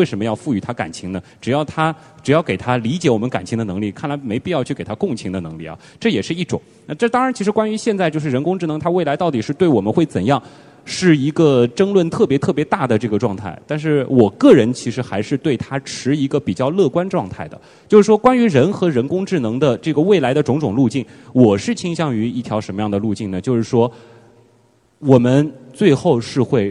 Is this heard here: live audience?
yes